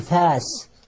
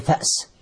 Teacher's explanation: وتقول فاس والأصل فأس، وراس والأصل رأس، تخفف الهمزة، وهذا جائز وسائغ، نعم.